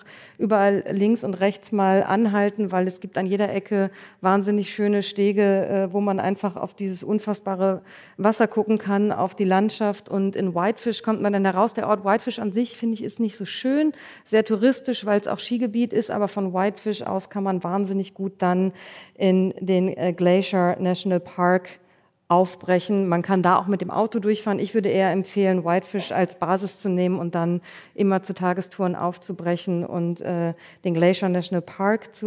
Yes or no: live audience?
yes